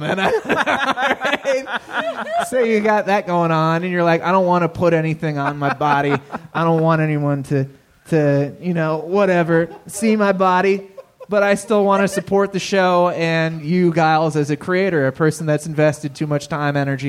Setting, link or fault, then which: setting, live audience